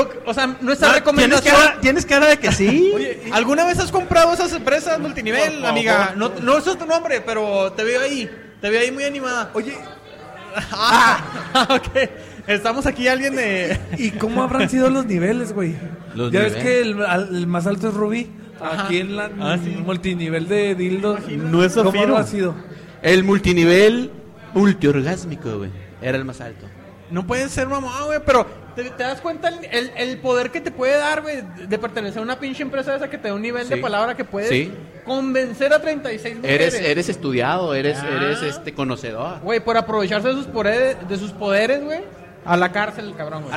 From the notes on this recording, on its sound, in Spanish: En Vivo. Grabado en Old SheepDog Brewery.